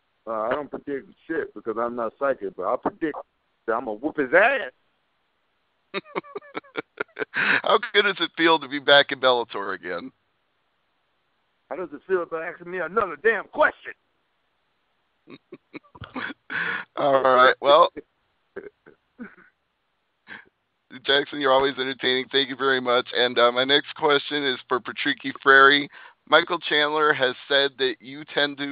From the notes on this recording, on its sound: Bellator MMA conducted a media conference call with it's roster.